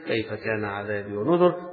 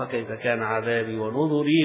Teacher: هذه قراءة الجمهور بالسكون على الراء الساكنة · Shown in: first take